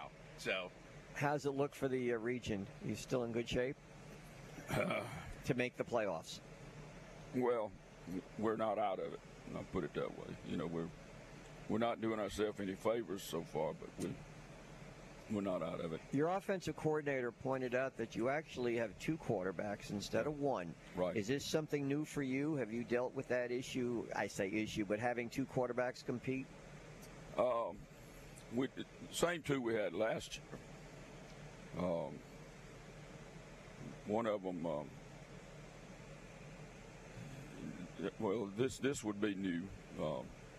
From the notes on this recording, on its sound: LIVE at Faith Academy!